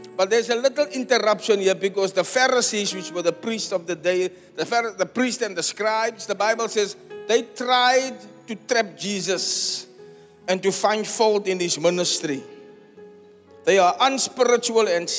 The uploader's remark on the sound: Preached at the Zion Sanctuary, Cape Town on the 21 May 2023